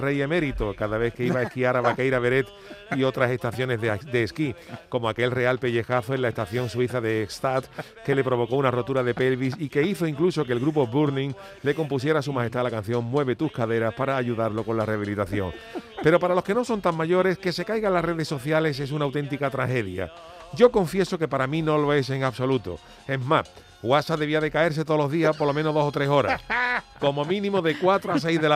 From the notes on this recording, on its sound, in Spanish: Se cae whasap, pues ahora a hablar por teléfono.